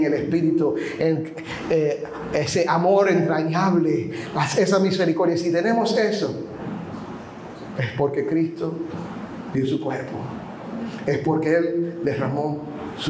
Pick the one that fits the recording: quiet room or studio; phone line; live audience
live audience